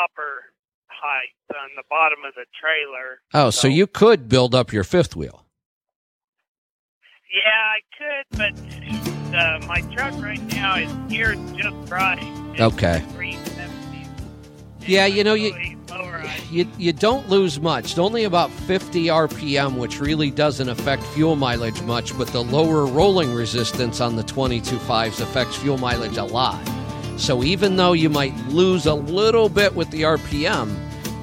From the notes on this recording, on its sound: Today we have a bunch of calls.